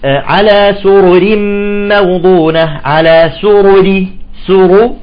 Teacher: إذا جاءت الأولى مفخمة والثانية مرققة يجب الفصل بيناتهم، الفصل بانسيابية وجمال، تمام.